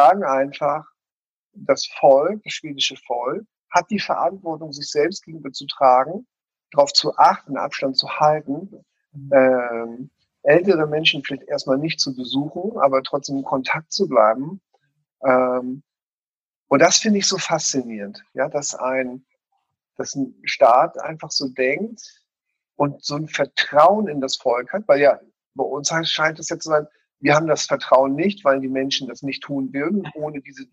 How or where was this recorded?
video call